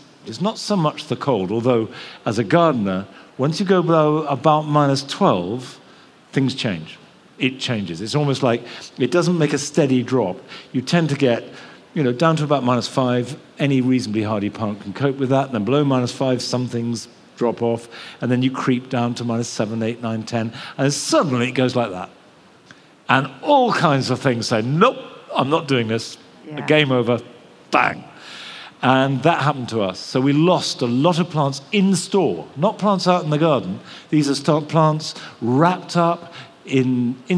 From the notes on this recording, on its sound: Recorded at BBC Gardeners’ World Live. The live audience listened.